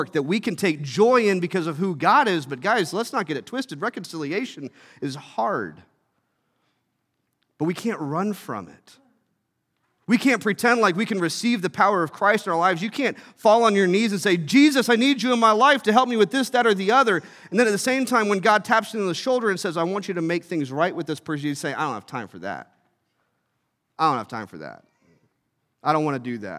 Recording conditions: large echoing room